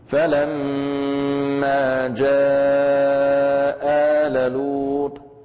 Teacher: إبدال الثانية منهما ألفا ساكنة مع المد بحركتين. فلما جاء آل لوط، هذا أيسر الوجوه، إذن نمد الهمزة الأولى فقط بحركتين.